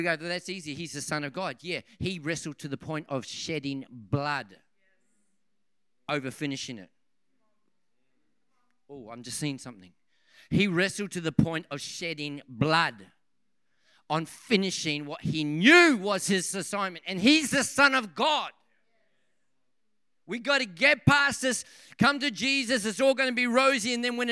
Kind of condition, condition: setting, large echoing room